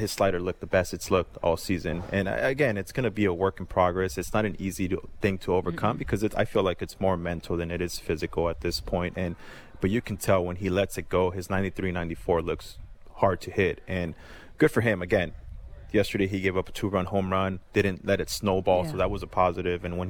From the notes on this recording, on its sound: Live from the Jays Care Golf Classic